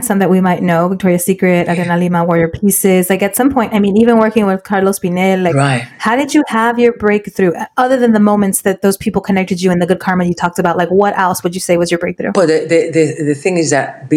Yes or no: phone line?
no